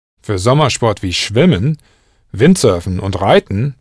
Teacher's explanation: That strong T softened to a D sound, giving you riding.